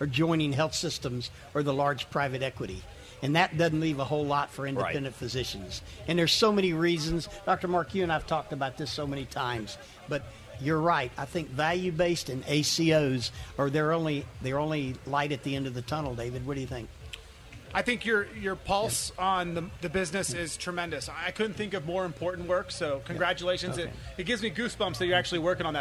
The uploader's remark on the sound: LIVE SPECIAL edition from the Florida Association of Accountable Care event